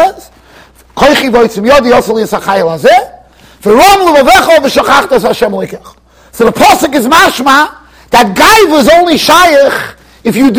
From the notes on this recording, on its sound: Shiur recorded in Yeshivas Ohr Reuven, Monsey NY.